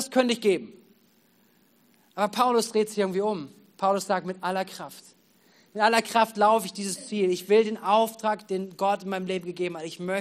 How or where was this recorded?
large echoing room